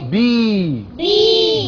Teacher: ب ياء مد طبيعي حركتان